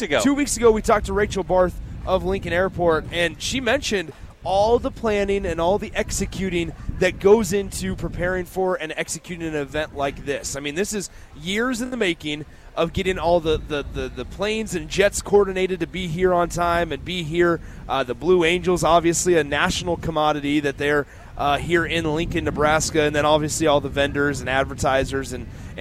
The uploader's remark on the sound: LIVE from Lincoln Airshow